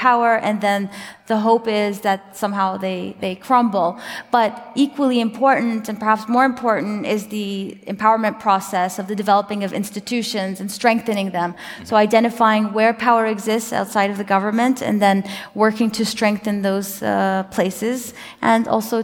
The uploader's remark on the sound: Originally recorded as an MIT Media Lab #MLTalk. A discussion with the audience.